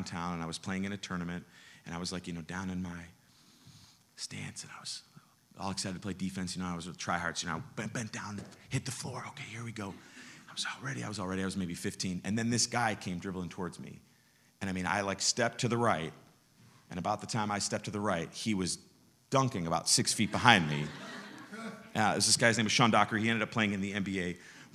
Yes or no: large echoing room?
yes